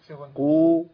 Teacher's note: يبقى انا محتاج ان انا امط شفتين الامام عشان حق الضم، بس مش بشكل مبالغ فيه طبعا، ما اقولش قا، في ناس كتير بتعمل كده طبعا، ده مش مقبول، لا قفل الشفتين ولا فتحها بشكل ايه قوي، هيسمع مرور الصوت خلاص الصوت خرج عندي.